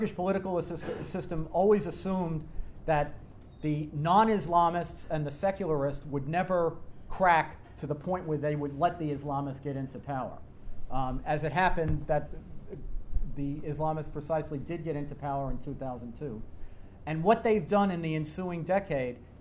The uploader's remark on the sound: remarks at TNC's board dinner